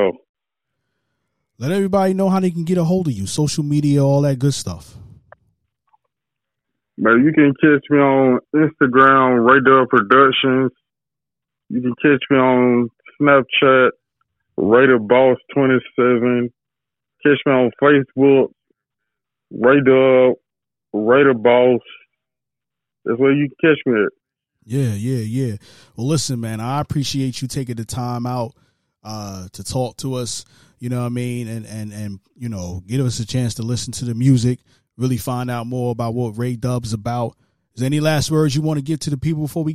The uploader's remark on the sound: Gets on the phone. This time we did it live on Power 107.6 The Truth.